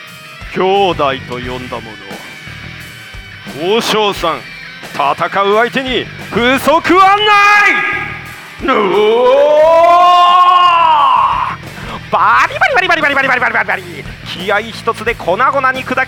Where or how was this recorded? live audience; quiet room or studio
live audience